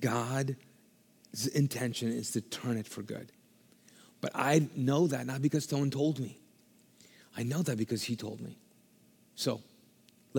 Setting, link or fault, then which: setting, large echoing room